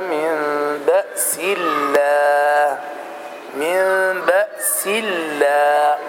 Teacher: ترقق اللام في لفظ الجلالة هنا لأنه لم يأتي قبلها فتح ولا ضم، بل جاء كسر